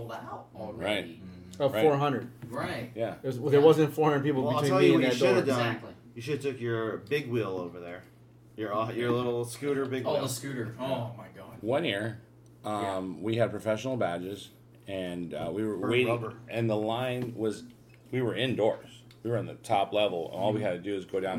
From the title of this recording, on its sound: Live from San Diego Comic Con 2022!